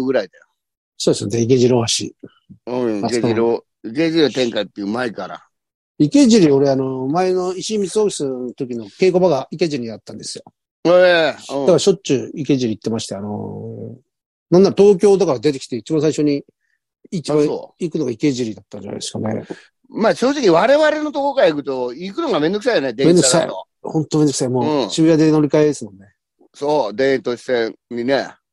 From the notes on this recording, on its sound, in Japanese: ZOOMで収録